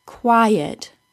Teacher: First, and most importantly, quiet is a two-syllable word, stressed on the first syllable, quiet. Secondly, the word quiet is pronounced with two vowel sounds next to each other.